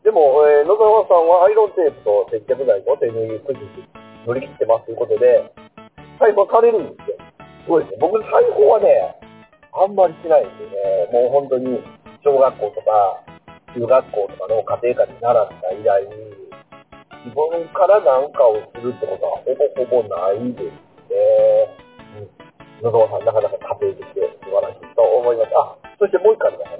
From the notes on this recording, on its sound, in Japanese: 音質難あり。音質が悪くなっております。